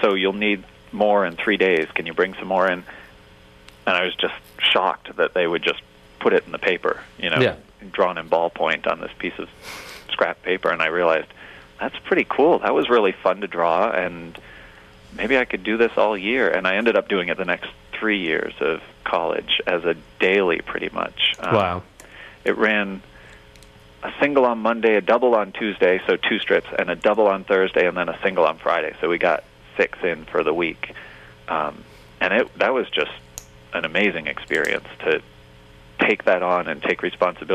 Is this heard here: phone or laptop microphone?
no